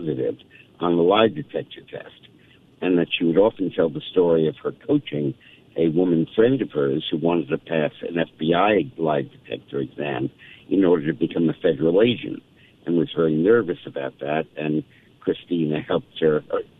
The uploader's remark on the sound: joins the show by phone.